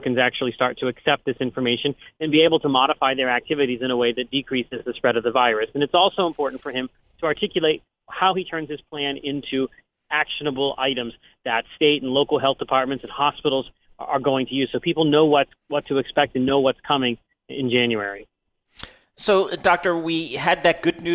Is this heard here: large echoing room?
no